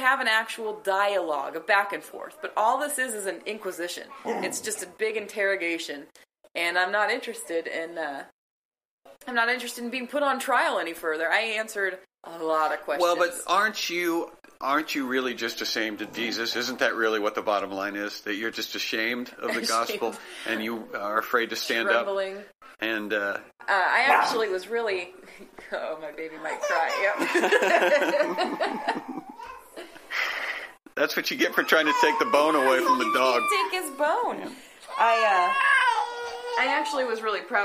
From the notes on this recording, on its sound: Please forgive the audio issues. We were rubes back then... (Not like now--because these days we always get our audio equipment to work perfectly.)